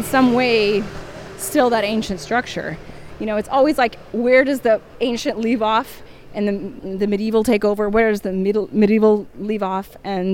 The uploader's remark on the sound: This week, we hit the streets of Rome with our recording equipment to search for ancient artifacts or “ spoglie ” hidden in plain sight.